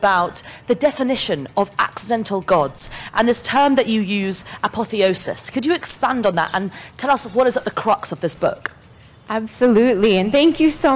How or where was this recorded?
live audience